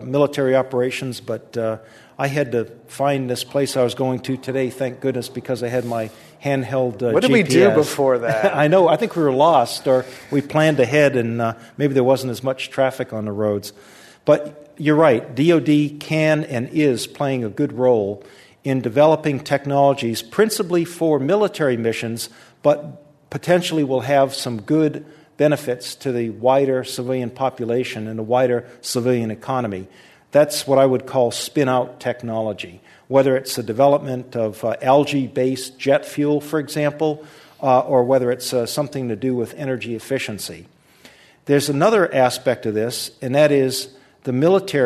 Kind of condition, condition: setting, live audience